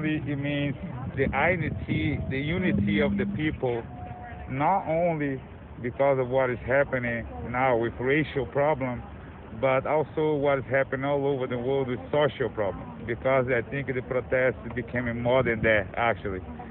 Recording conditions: busy venue